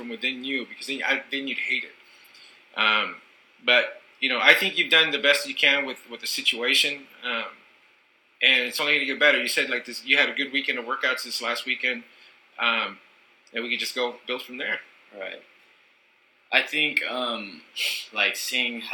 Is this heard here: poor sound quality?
yes